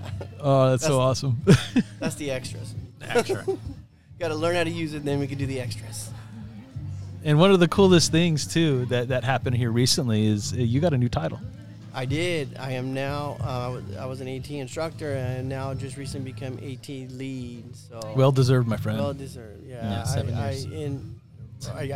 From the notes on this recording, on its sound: go live at white cane day 2022